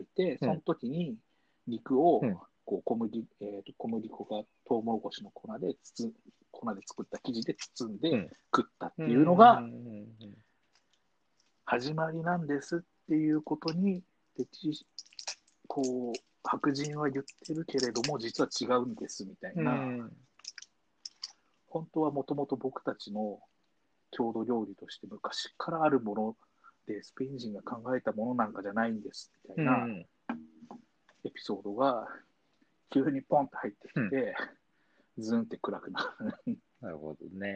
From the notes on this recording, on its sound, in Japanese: 2020年6月6日リモート録音